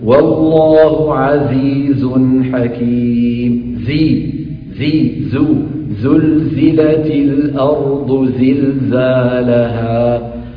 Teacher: أز وهو صوت مجهور كما ترون، مجهور يعني يهتز عند نطقه الوتران الصوتية، ليضع كل من أصبعيه ها هنا على الحنجرة ويقول أز، فيجد تحت إصبعيه ارتجافا لأن حرف الزاي مجهور. أز وفيه صفة الصفير، فالجهر والصفير صفتا قوة، لذلك صوت الزاي واضح